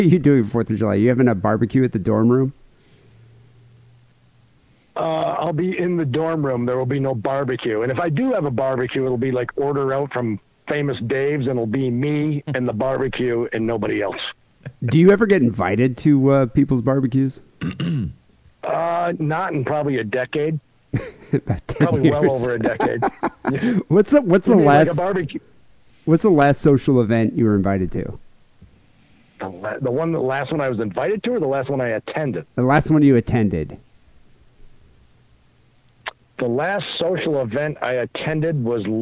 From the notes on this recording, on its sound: Phone calls.